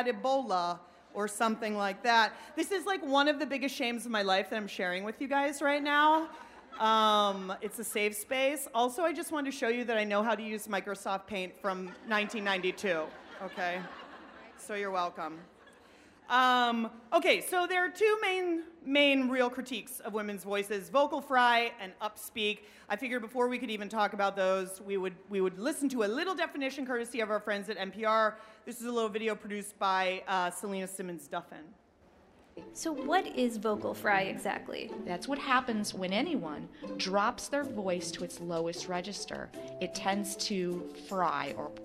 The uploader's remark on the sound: Werk It: The Podcast is the ICYMI version of the live event. Both the festival and the podcast are produced by WNYC Studios.